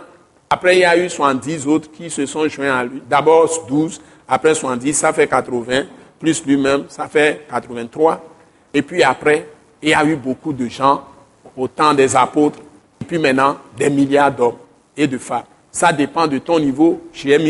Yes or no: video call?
no